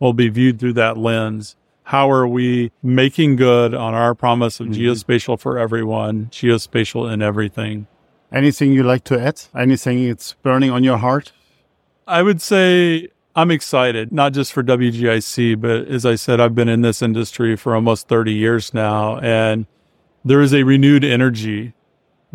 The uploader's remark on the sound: Live from Intergeo. At the Intergeo 2023 in Berlin.